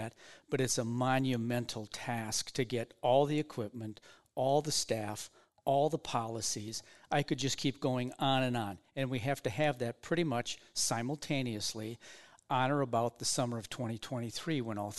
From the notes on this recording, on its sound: This week we are recorded live from the Minnesota Veterans Home in Minneapolis.